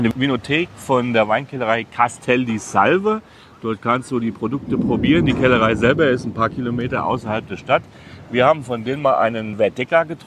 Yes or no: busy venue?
yes